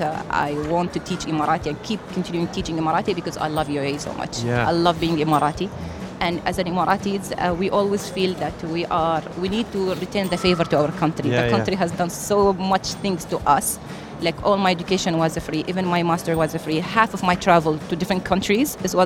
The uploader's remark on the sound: Live from SIBF 2023